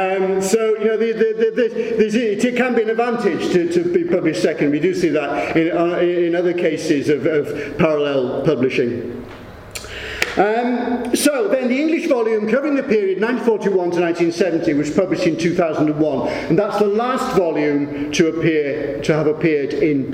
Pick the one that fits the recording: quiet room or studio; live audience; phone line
live audience